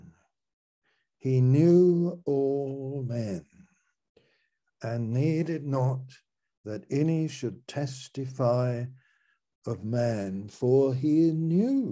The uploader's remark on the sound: Malaysia Meets (Zoom).